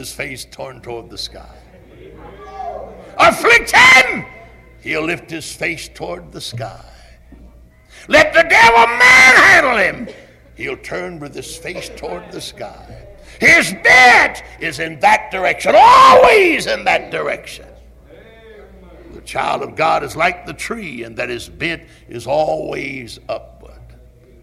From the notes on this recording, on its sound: Originally preached at Tabernacle Baptist Church in Greenville, SC on March 3, 1974.